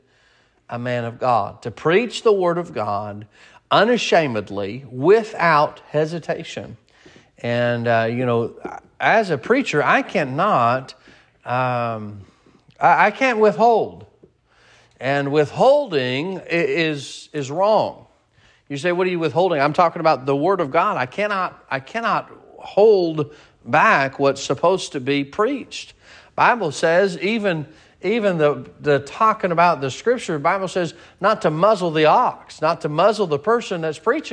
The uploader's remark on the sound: Sermon preached at Mid County Baptist Church.